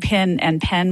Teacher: if I move to the South, I might start saying pin and pen more alike